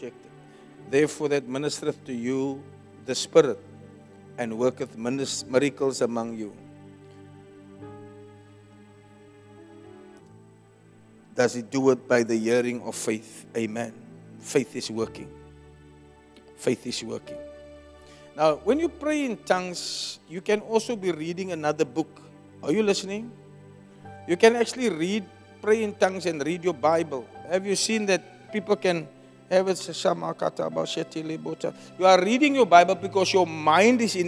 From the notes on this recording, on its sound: Preached at Zion Sanctuary